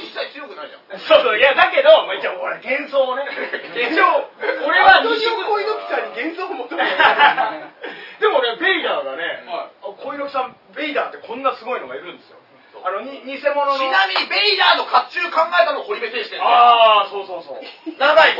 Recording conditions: live audience